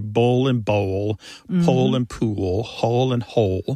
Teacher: they all end in that L sound. And that L at the end of the syllable is what is known as a dark L. So the physical act of pronouncing that dark L kind of requires the back of the tongue to raise toward your soft palate.